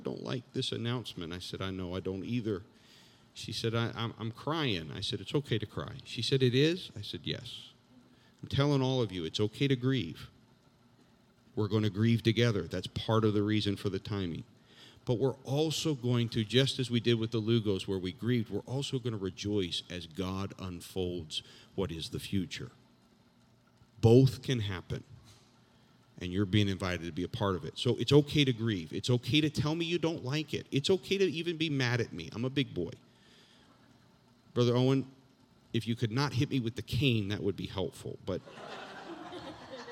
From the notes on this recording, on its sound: This JAT was recorded live on Sunday, October 3rd, 2021 at Newark UPC.